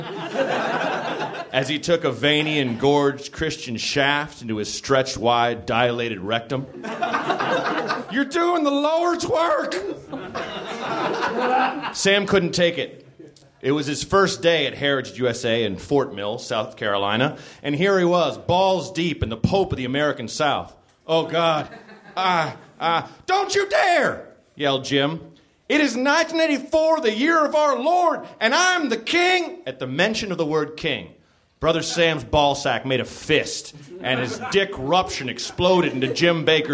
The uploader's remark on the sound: Recorded at Nerdmelt Theater, June 18 2013.